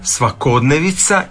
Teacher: A kod svakodnevica je pravilan onda naglasak na o, svakodnevica, i nije svakodnevnica.